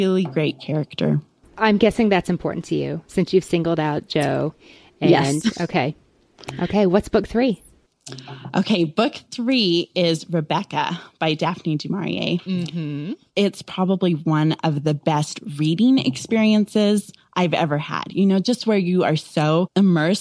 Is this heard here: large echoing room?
no